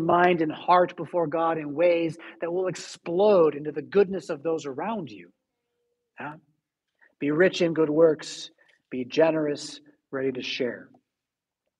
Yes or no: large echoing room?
yes